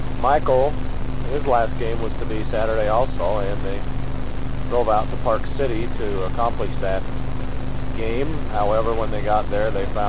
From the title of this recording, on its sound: Driving into work